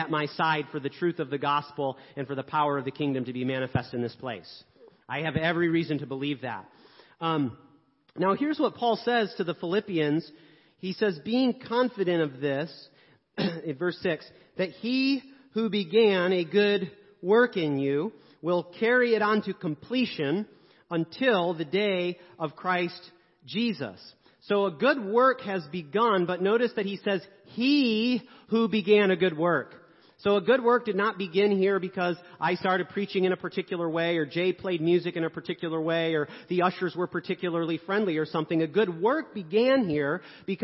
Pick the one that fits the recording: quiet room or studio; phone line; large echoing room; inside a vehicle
large echoing room